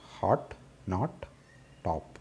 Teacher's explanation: There is no rounding in American pronunciation.